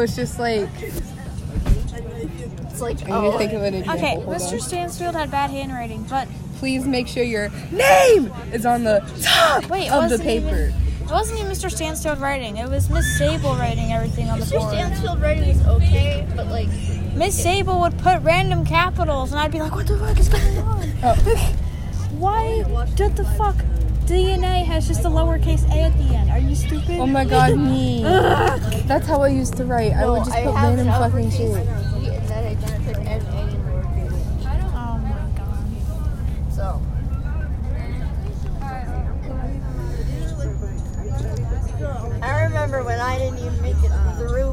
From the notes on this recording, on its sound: Recorded on a bus